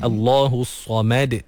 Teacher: Sama juga ada qalqalah pada huruf dal. Dan mim dipastikan nipis.